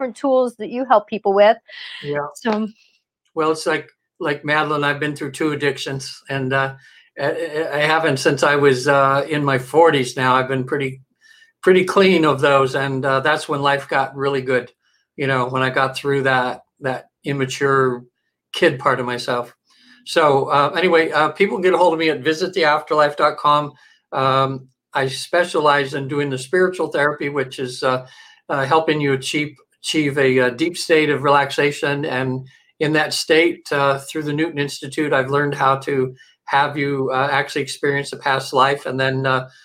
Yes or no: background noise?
no